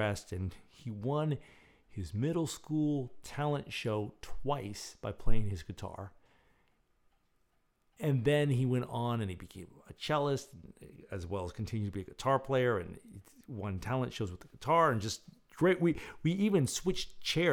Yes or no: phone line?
no